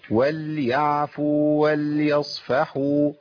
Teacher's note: يبقى انا غيرت كمان فيها، اولا اضفت حركه وهي ساكنه والمعنى يبقى ايه؟ ول لازم اسكن اللام واقف عليها فتره زمنيه بسيطه · Term: لام ساكنه